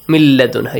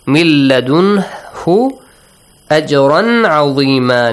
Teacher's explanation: You skip noon, you merge it to lam.